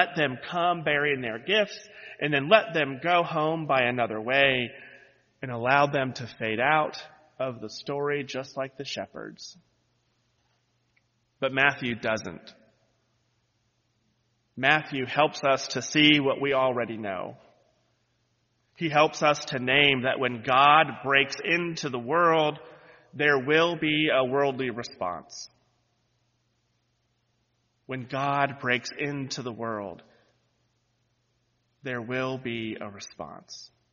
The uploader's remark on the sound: lead worship on New Years Day, January 1, 2023, where he delivered this sermon